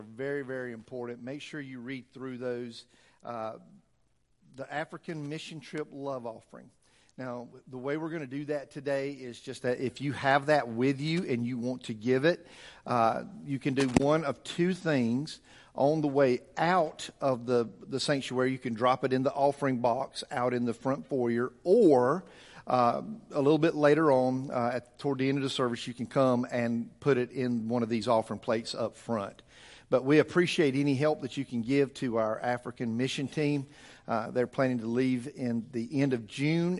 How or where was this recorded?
large echoing room